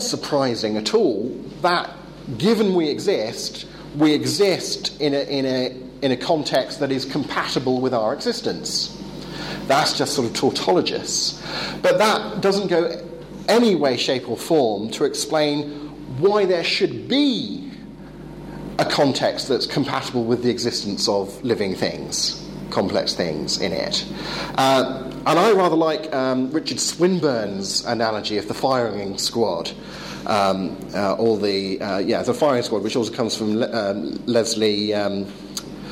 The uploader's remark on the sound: Talk delivered at the European Leadership Forum 2013 in Poland.